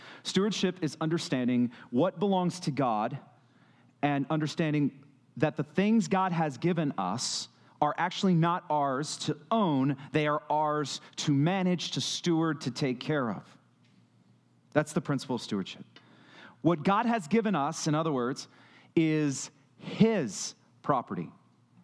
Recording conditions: large echoing room